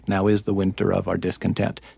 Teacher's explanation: Iambic pentameter, as I'm sure your listeners know, is a fancy way of saying it's got 10 syllables. Five of them are stressed and five of them are unstressed in an alternating pattern.